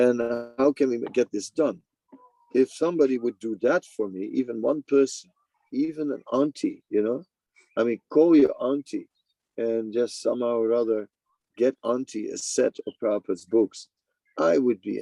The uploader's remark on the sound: Zoom Meeting.